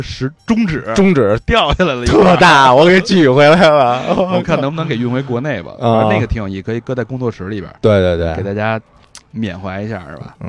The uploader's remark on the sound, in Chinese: 我们用 8 天的时间在内华达沙漠黑岩城完成本期火人节节目的录制